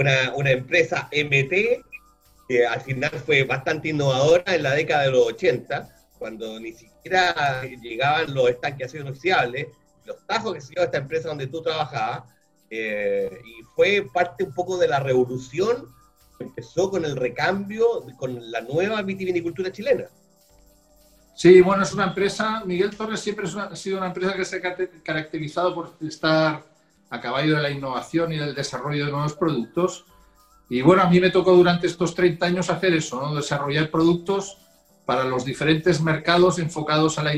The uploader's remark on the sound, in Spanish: Vía Zoom desde Isla de Pascua. Programa sobre V¡nos, V¡ñedos y V¡das en radio PortalesFM.